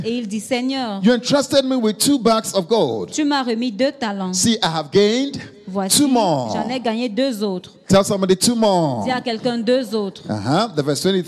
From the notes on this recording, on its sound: Preached during Joyful Hour Sunday Service Rabat